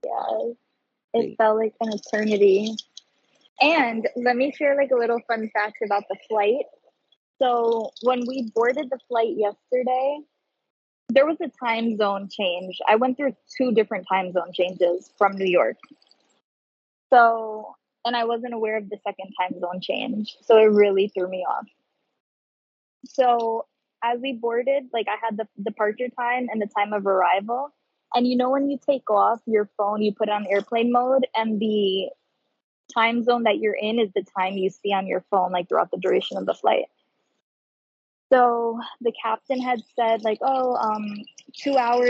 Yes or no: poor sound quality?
yes